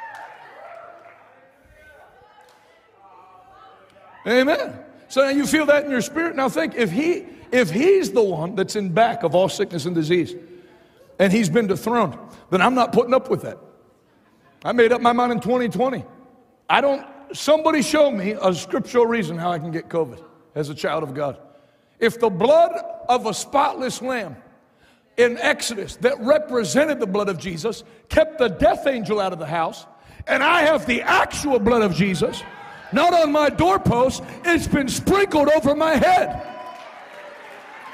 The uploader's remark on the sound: LIVE in Harlingen, Texas: Night 1